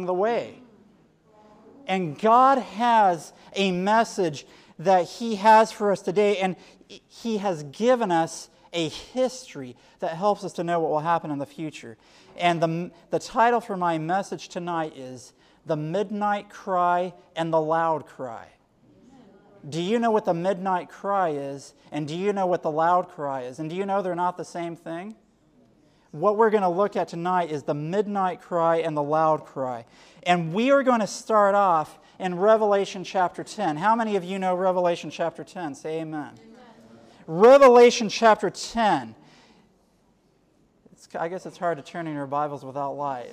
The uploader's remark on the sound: Sermon given at Generation For Christ 2010 Conference at Camp Balandra in Balandra, Trinidad on July 30, 2010